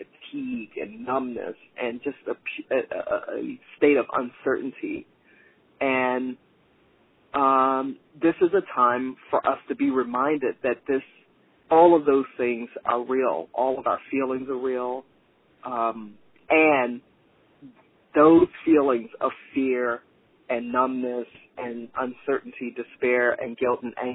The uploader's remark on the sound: Rockwood hosted a conference call for alums and community members